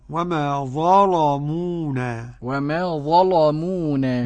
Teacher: وما ظلمونا قرأ ورش بتغليظ اللام